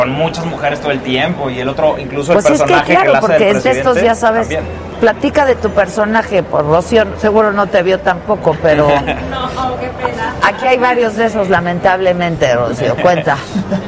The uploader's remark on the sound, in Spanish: Transmisión Especial Desde Morelia Mich. En La 5ta Feria Nacional De Pueblos Mágicos. Se trasmitió en vivo desde Morelia, en la Expo Pueblos Mágicos.